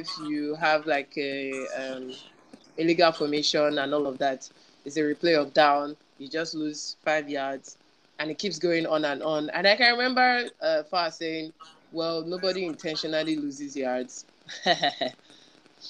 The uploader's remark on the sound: apologies on the audio glitches